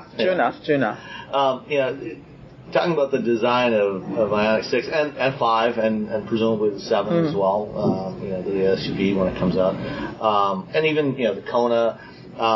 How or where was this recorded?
busy venue